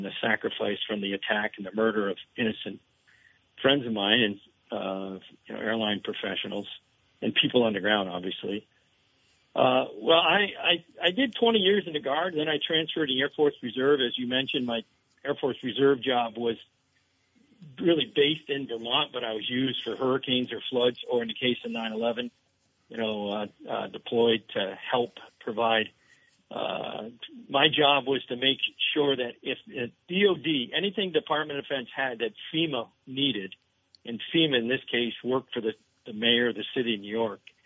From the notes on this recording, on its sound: hosts open phone lines!